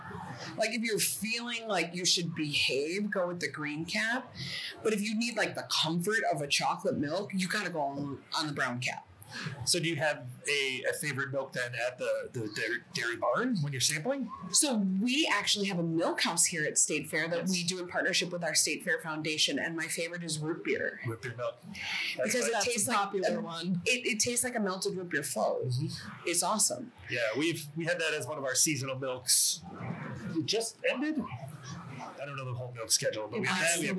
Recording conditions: background noise